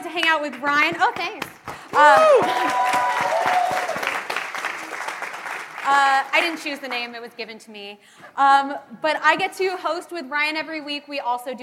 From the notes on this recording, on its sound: Live from New York Comic Con